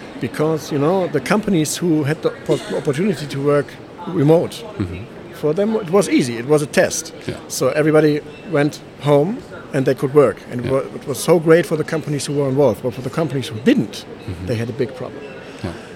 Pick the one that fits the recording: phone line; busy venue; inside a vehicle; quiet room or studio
busy venue